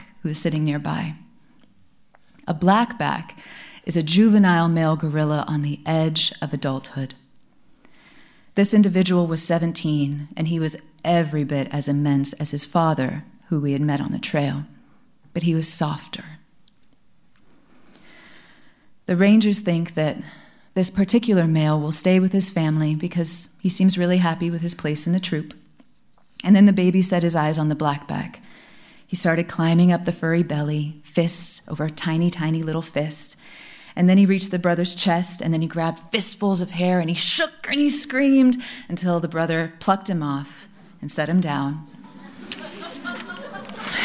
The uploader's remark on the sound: We gathered to enjoy eight stories presented in front of a live audience at Seattle's McCaw Hall.